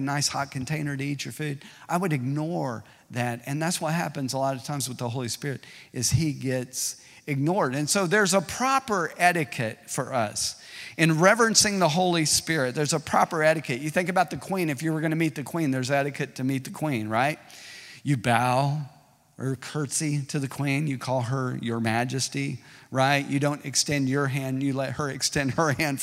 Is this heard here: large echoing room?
yes